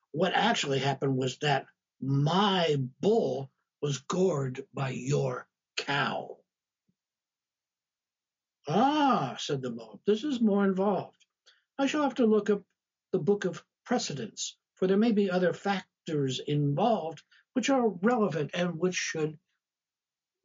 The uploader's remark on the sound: Live discussion from 13 February, 2022 on Zoom.